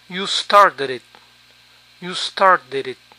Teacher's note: La D final de started se encuentra entre vocales, por eso suena como nuestra R.